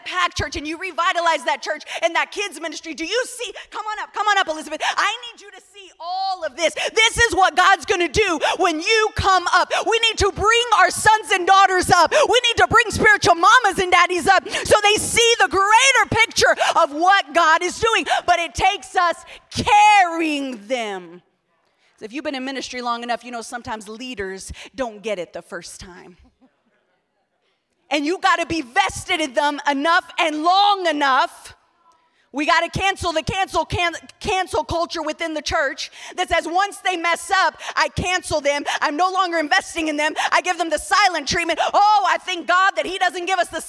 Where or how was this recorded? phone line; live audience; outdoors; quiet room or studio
live audience